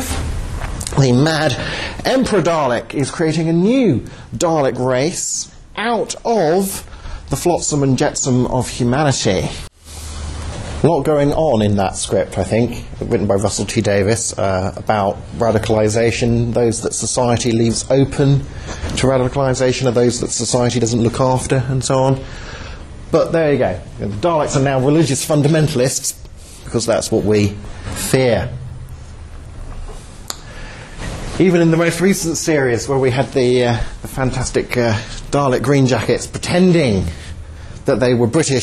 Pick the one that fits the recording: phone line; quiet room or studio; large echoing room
large echoing room